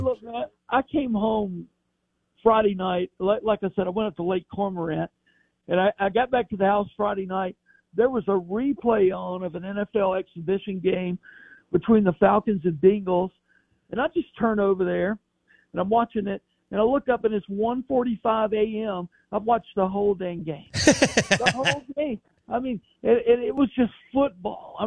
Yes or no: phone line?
yes